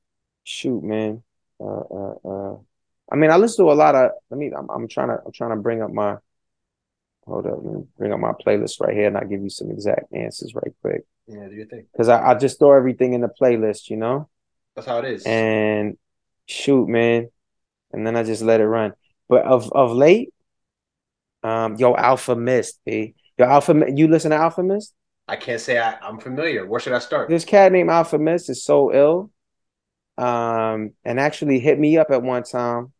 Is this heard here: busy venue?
no